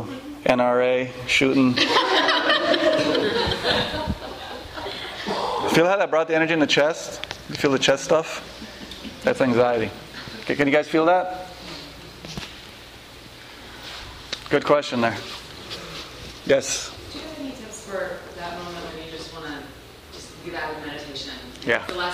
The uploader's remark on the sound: This lecture and Q&A session was recorded on February 6, 2012, at The Shala Yoga House in NYC.